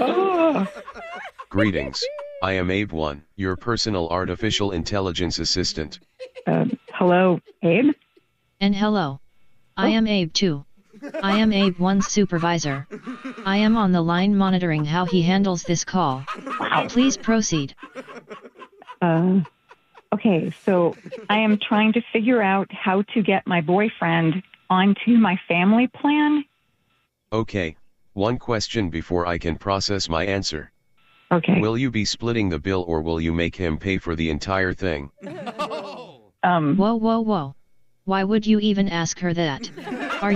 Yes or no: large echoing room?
no